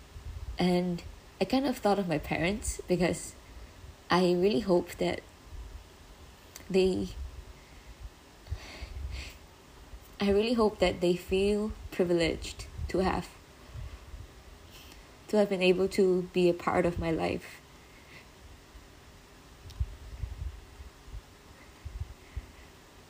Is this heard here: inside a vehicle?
no